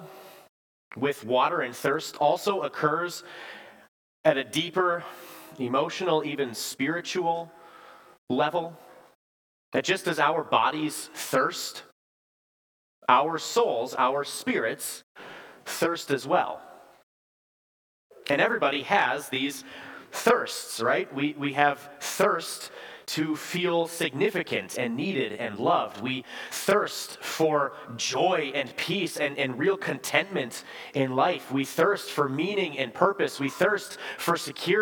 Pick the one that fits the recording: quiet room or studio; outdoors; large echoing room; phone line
large echoing room